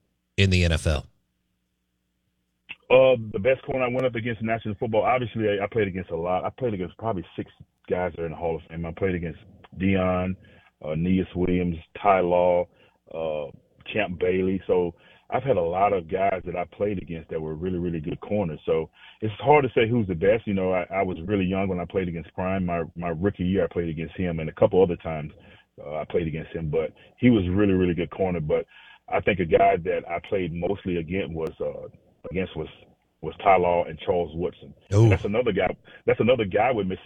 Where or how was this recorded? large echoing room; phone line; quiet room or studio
phone line